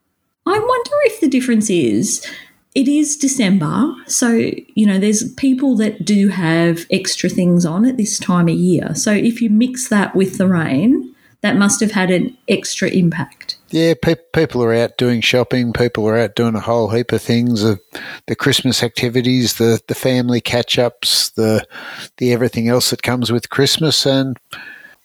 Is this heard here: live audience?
no